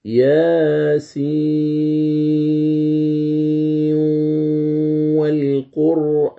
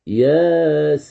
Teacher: كيفية القراءة هكذا: أقول ياسين والقرآن، لاحظ أمد السين بمقدار 6 حركات، ثم نون السين أدغمها في الواو وأعطيها الغنة بمقدار 2 حركات · Term: إدغام